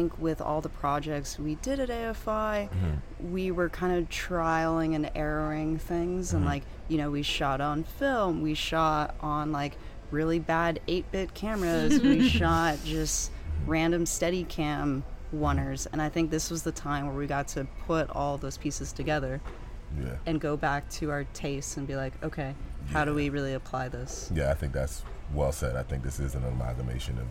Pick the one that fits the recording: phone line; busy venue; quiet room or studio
busy venue